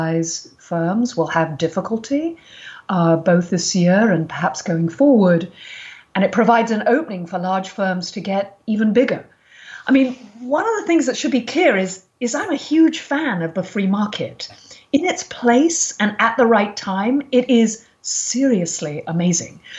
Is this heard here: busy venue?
no